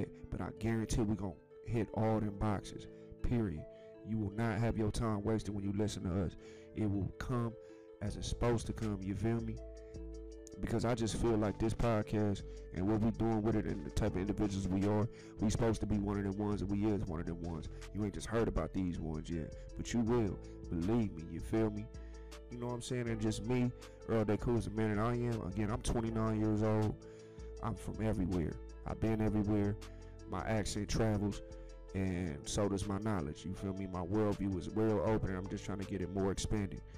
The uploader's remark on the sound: HEADPHONE WARNING